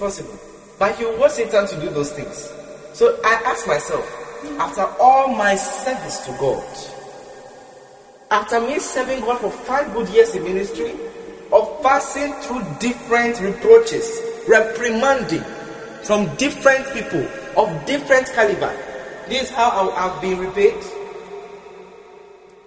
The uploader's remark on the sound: Preached at the CIAJ Conference 2023 at the Love Arena, Accra